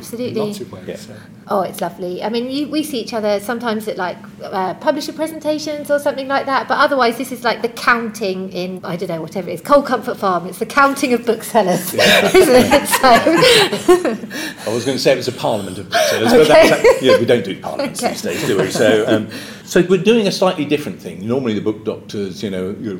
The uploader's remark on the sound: This special edition was recorded live at the Booksellers Association Conference in Birmingham.